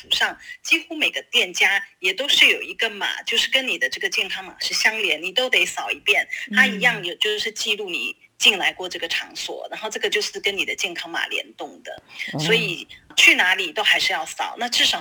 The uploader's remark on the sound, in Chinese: 連線訪問中央社駐北京記者